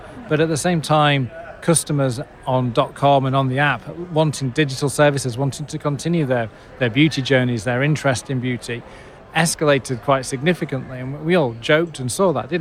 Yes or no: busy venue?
yes